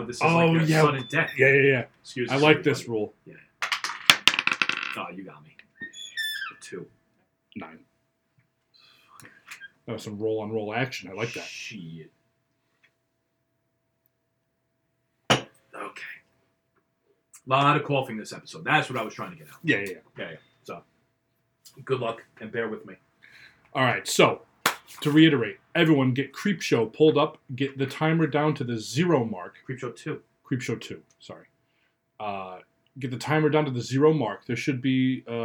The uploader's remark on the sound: Please forgive the audio quality. The show experienced technical difficulties.